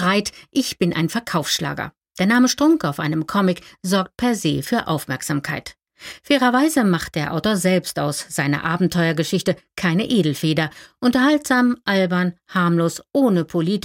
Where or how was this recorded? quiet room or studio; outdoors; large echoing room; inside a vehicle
quiet room or studio